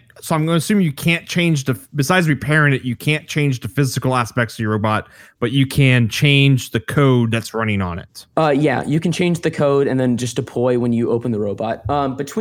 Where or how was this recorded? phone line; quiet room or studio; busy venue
quiet room or studio